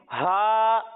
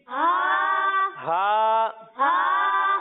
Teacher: जब हम इसकी अदायगी करेंगे तो इसे हम हलक के निचले हिस्से से पढ़ेंगे